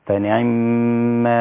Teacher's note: الوجه الآخر لشعبة باختلاس حركة العين، أي لا تأتي بها كسرة خالصة مثل حفص فتقول فنعم، إنما تقول فنعم هكذا.